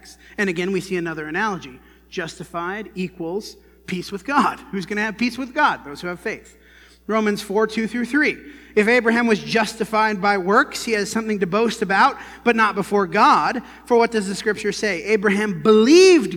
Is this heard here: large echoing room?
yes